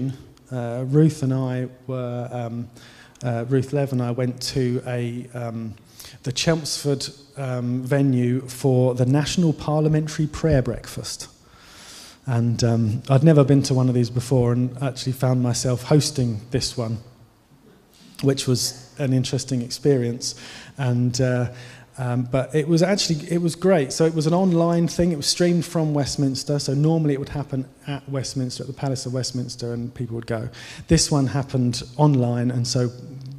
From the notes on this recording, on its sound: Given during the Oasis Church Live Stream